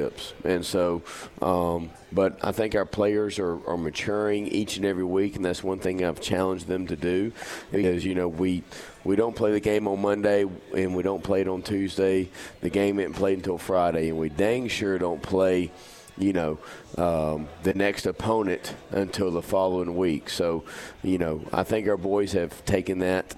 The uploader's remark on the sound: once again originating from The Market at John Hall Store.